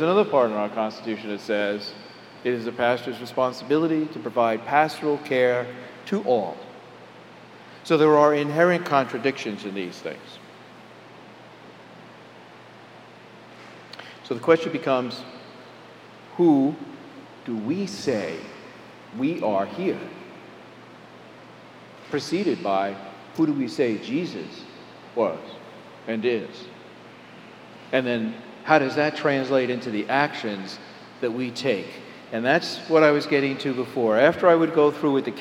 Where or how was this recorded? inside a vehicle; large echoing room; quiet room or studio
large echoing room